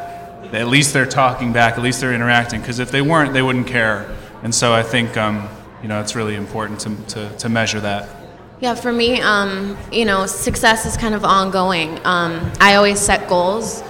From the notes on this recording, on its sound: In a live podcast panel at Rockit Bar & Grill